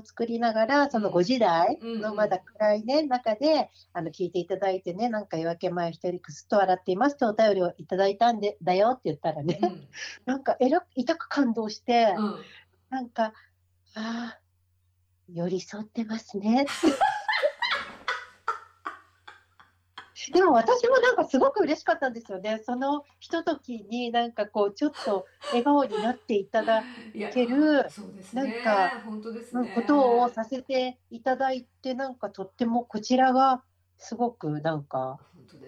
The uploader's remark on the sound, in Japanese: 今回もリモートでの収録となっているため、聴きにくい箇所があるかもしれませんが、ご了承いただければ幸いです。32分あたりから、聞き取りにくい部分がございます。